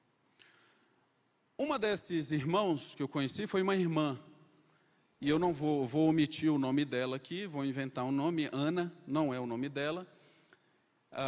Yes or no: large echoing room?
yes